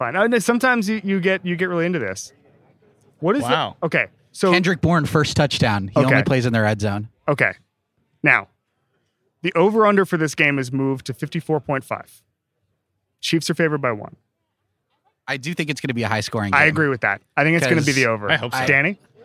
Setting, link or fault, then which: setting, busy venue